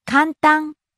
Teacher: Rising on the second syllable, ん, and staying high.